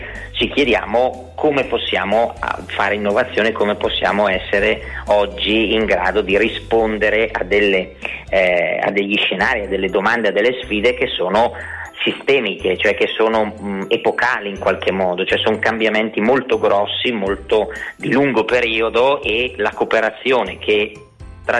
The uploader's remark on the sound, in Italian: Al telefono